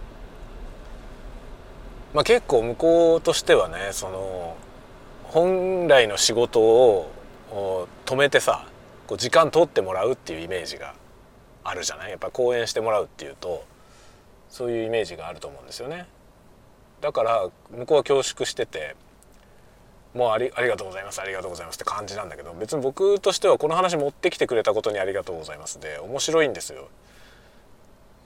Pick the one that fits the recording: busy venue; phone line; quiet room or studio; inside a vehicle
inside a vehicle